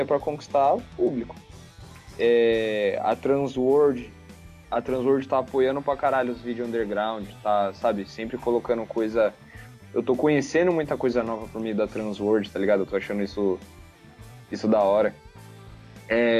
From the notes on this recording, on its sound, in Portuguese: um bate-papo via skype